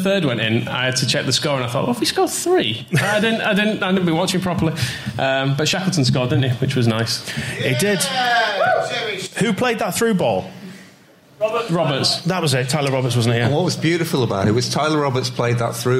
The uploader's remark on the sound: Live Campeoncast! Recorded live at the Brudenell Social Club.